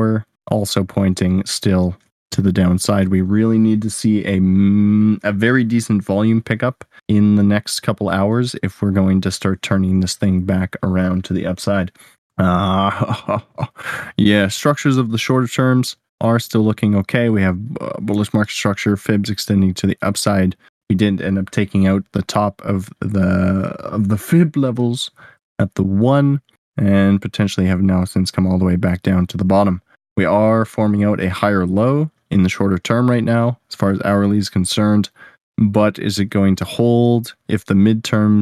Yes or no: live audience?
no